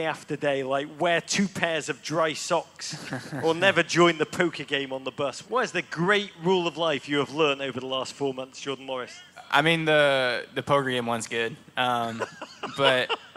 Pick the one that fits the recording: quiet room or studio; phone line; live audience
live audience